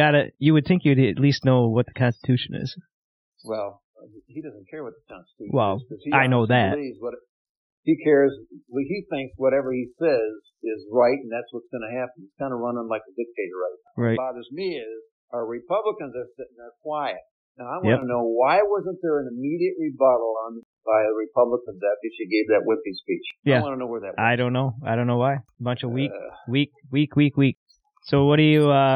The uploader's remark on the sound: I apologize for some audio issues we had with this episode due to being remote.